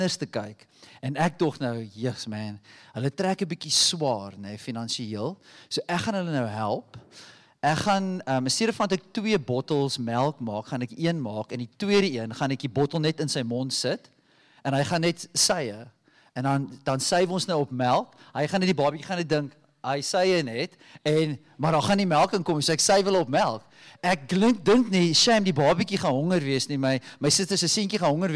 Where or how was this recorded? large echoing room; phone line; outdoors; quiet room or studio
large echoing room